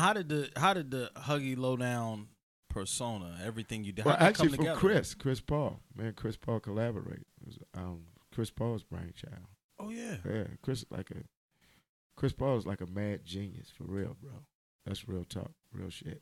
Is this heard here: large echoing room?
no